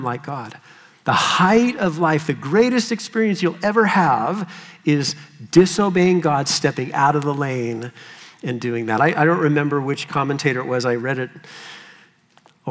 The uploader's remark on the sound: Session 3 of the 2023 South Florida Young Adults Conference